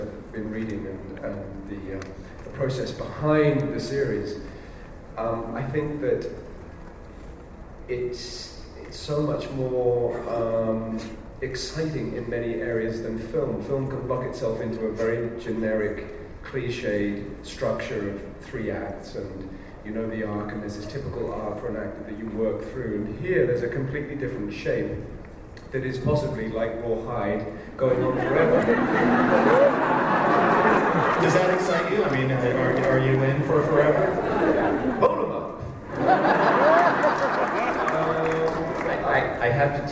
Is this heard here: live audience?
yes